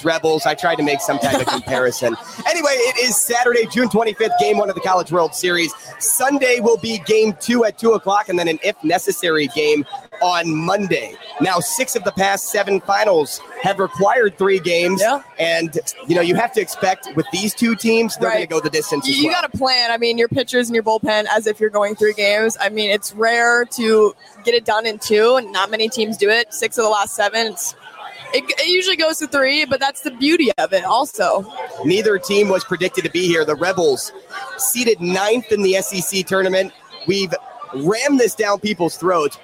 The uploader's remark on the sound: Live at Rocco's